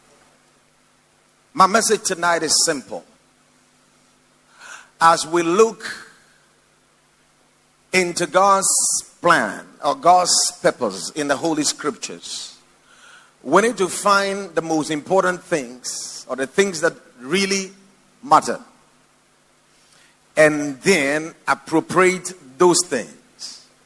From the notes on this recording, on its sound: Preached at the Watered Garden Church